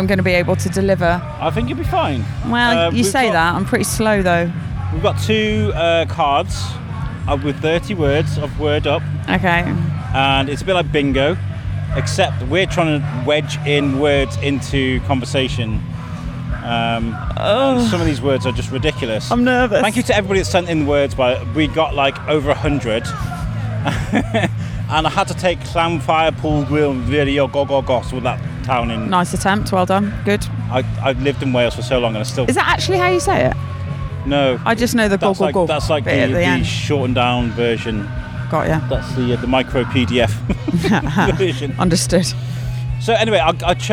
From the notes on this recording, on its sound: At Shrewsbury Food Festival 2023. Are on site for another spectacular event with mics in-hand, ready to document this fine occasion. Who was helping out at the Chefs Locker tent by cooking some tasty bites that were enjoyed on-mic.